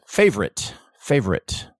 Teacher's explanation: people want to add that O in the middle. There's the syncope. And it's pronounced without the O sound.